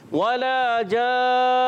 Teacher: واو کی ادائیگی ہوتی ہے ہونٹوں کی گولائی سے